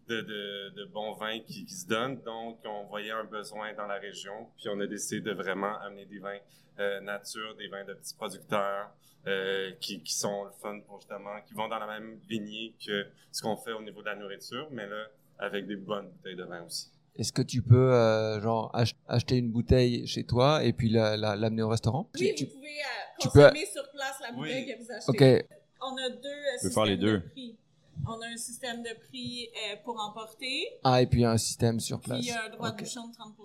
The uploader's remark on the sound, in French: Sont au Pop-up des Fermes et Restos. Cet épisode a été enregistré en direct pour vous faire revivre ce bel évènement.